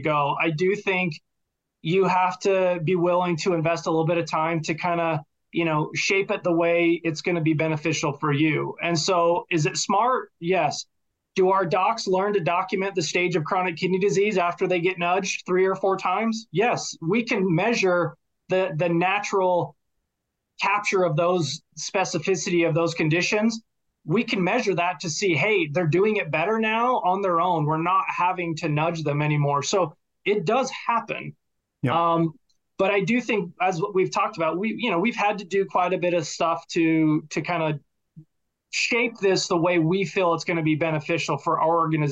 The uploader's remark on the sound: I interview guests from across the nation over Zoom